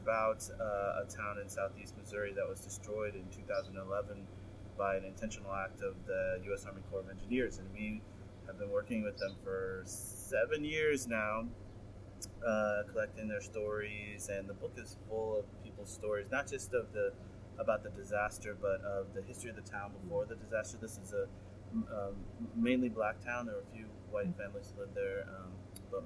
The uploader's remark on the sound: It is our first episode at Cahoots Coffee Bar in St. Paul and we're outside, so you, our loyal listeners get to hear us dodge planes, ambulances, and window air conditioners.